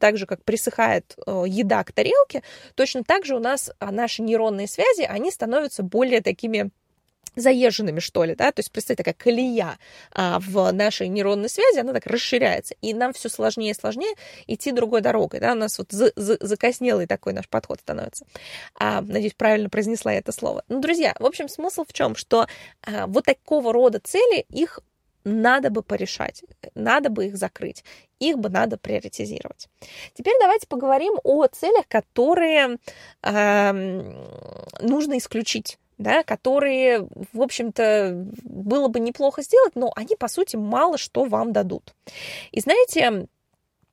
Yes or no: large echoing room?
no